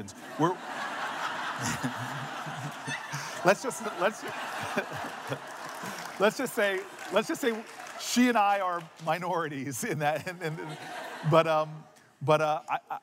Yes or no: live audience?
yes